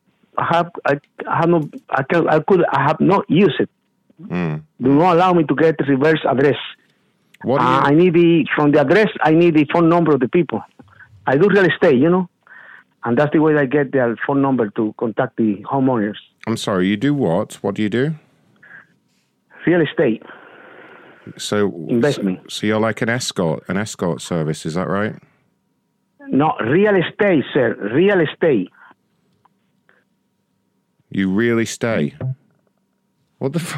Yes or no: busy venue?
no